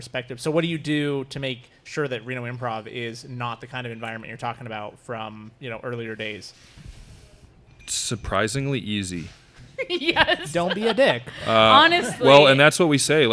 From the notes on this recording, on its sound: This episode of Renoites was recorded in front of a live audience at Black Rabbit Mead Company in Reno, Nevada. In front of a live audience at Black Rabbit Mead in the brewery district of Reno. The live audience got to enjoy several more improv games after the taping.